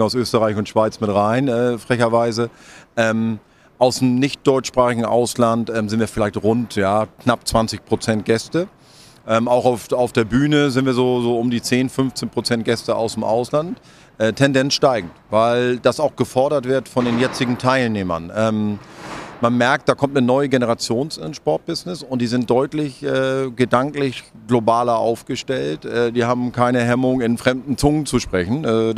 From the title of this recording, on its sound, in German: live vom SPOBIS